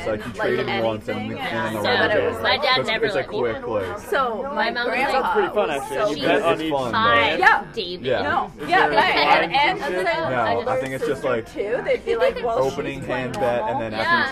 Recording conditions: background noise